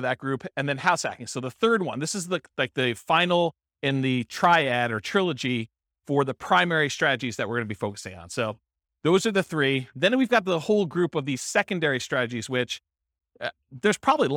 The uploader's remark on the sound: This was a live class recorded